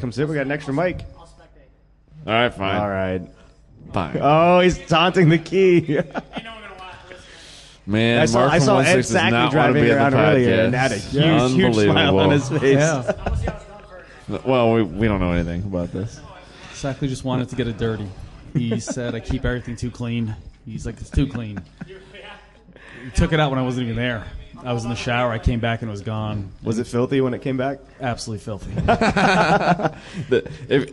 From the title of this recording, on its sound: LIVE at HondaMeet15 Party Barn